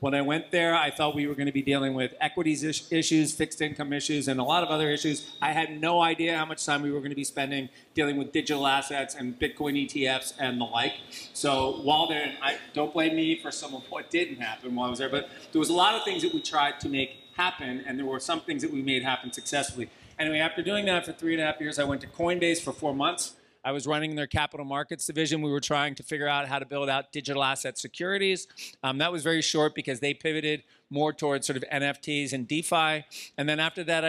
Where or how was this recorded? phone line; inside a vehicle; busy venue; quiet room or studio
busy venue